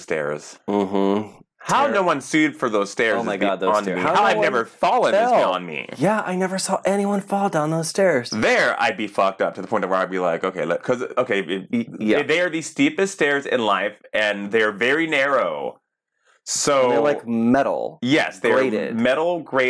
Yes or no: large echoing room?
no